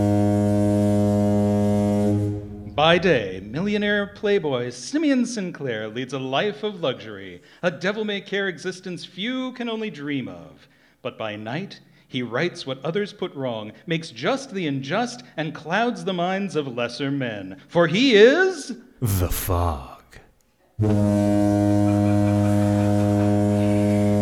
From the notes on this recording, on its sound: Recorded live at the Know Theatre of Cincinnati, Ohio.